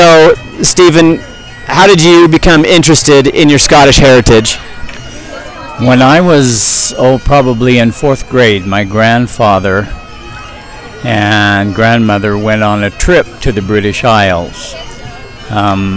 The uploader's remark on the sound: at the MacGregor tent from the Payson Scottish Festival.